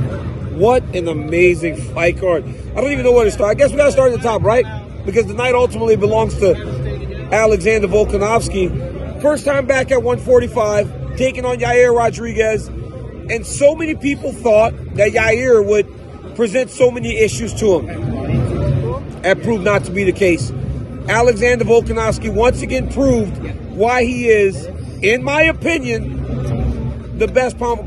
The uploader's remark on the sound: Live from the octagon. At UFC 290.